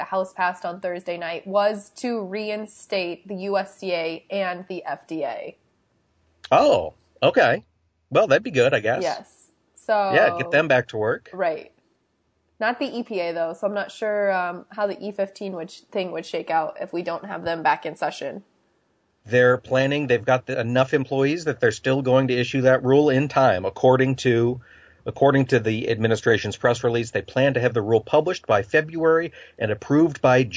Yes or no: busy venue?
no